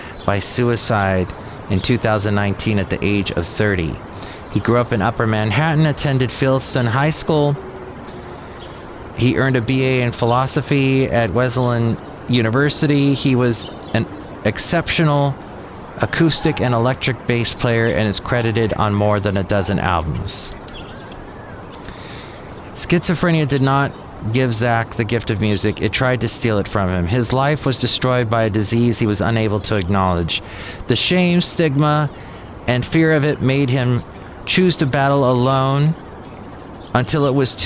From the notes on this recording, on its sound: podcasts live from Cafe Anyway